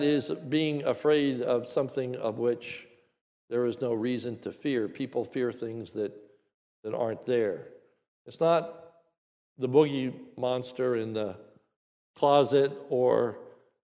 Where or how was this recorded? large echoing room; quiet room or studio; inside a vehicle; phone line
large echoing room